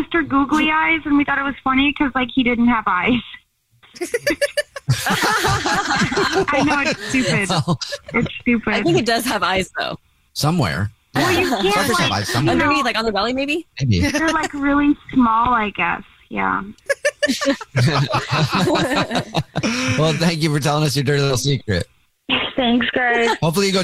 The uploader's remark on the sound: The guy on the phone